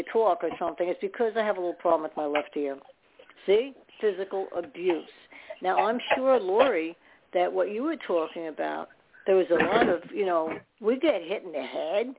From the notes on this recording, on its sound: Those who call in will form a panel.